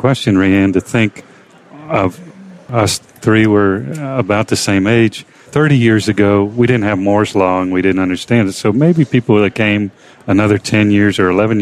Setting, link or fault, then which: setting, busy venue